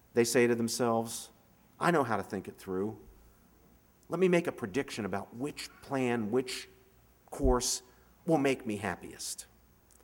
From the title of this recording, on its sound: 2011 Commencement Address